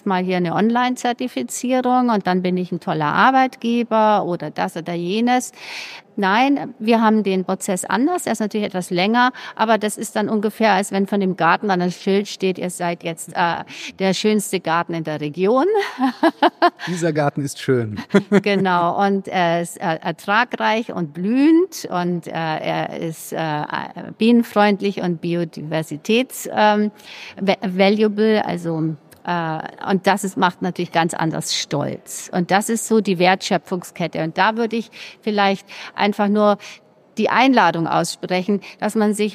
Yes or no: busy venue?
yes